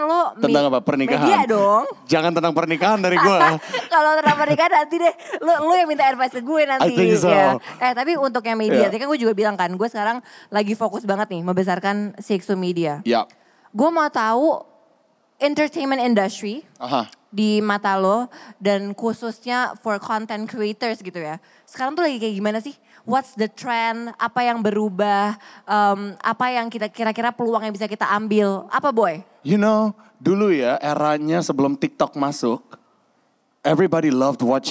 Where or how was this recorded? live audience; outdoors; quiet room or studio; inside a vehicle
live audience